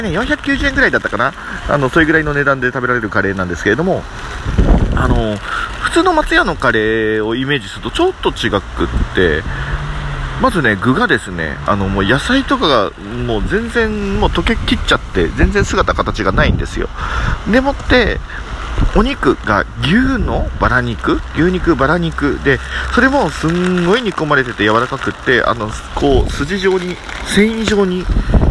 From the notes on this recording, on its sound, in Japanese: 今回はちょっと雑音まじりです！なぜなら暴風雨の中だからです！